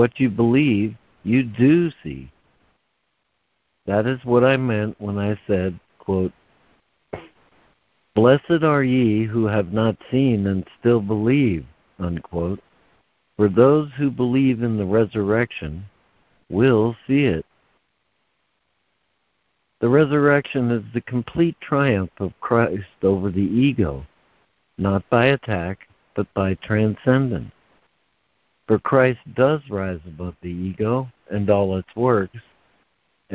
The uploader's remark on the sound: ACIM Daily Conference Call